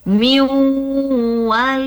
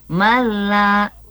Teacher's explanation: Idgom bila gunnah ya. Jadi dibaca masuk ke huruf lam dan ke huruf ro, tidak disertai dengan gunnah ya, tidak dengan dengung. · Shown in: second take · Term: idgham bila gunnah